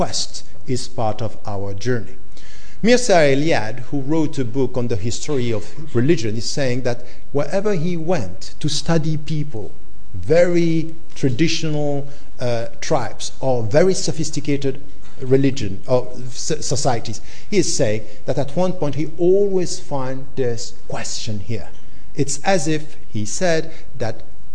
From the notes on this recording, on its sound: In this public lecture